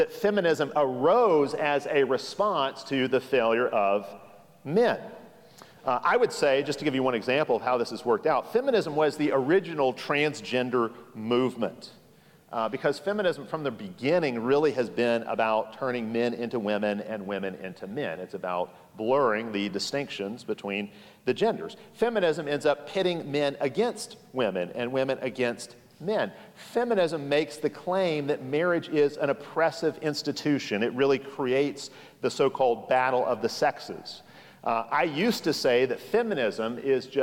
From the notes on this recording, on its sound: Session 4 of 4 from the Keep Austin Conference, 2022. Hosted by King's Cross Reformed Church in Austin, TX.